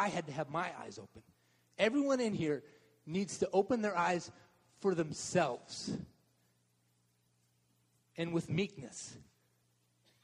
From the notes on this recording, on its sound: Message delivered durinbg the Contemporary Worship service.